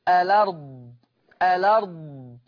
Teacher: طب لما يعمل نقل هشيل الهمزة وحط الحركة بتاعتها على اللام فتبقى لام مفتوحة · Term: النقل